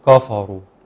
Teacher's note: الراء هنا مفخم، فبالتالي الناس هتفخم الكاف والفاء عشان يطلع الراء مفخم